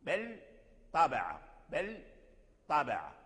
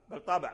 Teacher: فتنطق باللام وهكذا من حافة اللسان، ثم تتحول مباشرة بسرعة بدون سكت إلى أصول الثنايا العليا لتخرج حرف الطاء · Shown in: first take · بل طبع. أنا أسكت لأبين، وإلا لا سكت في يعني في لفظ عند لفظ اللام عند الطاء، بل طبع.